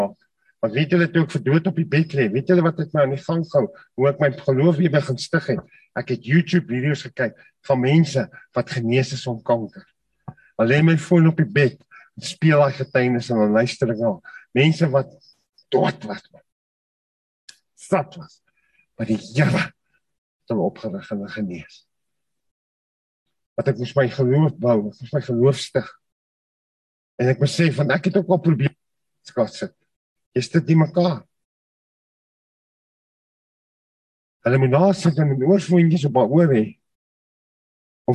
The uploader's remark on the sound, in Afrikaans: Zoom Byeenkoms 28 Junie 2022. Manne van die Woord Zoom Byeenkoms.